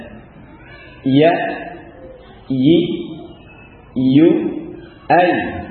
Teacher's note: huruf mad dari ya ini dikembalikan kepada makhrajnya. Kepada maksudnya adalah pada wasatul lisan ya.